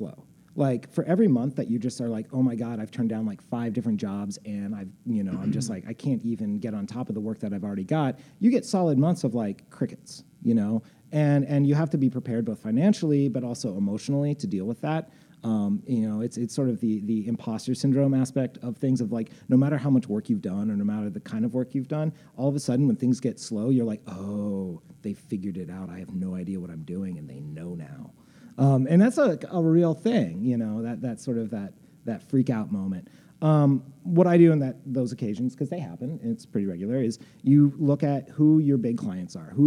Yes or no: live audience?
yes